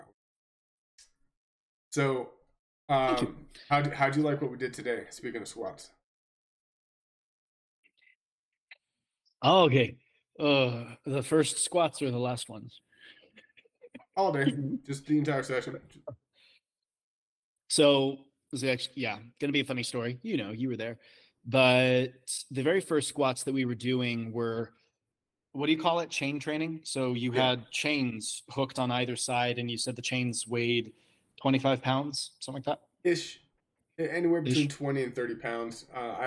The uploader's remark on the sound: Sorry about the Sound cutting out when my voice got low, I have fixed this for future episodes. My noise gate floor was too high.